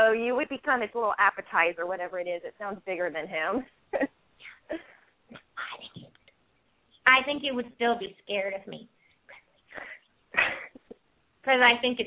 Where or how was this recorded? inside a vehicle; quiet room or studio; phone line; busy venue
phone line